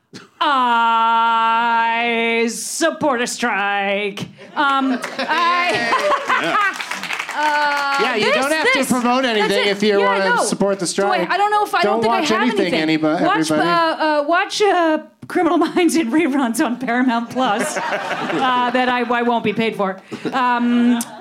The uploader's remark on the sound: Live from Dynasty Typewriter in Los Angeles